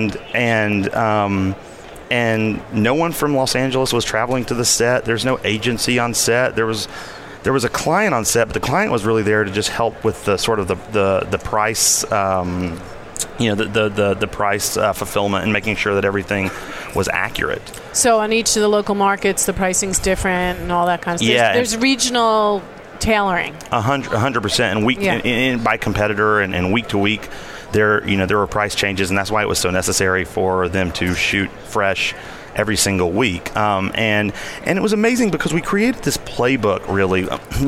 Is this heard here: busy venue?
yes